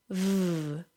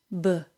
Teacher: The V sound is created by forcing air out between the bottom lip and the top teeth. · Shown in: first take · The B sound is created by pressing the top and bottom lip together for a very short amount of time, then letting it go without any friction against the teeth.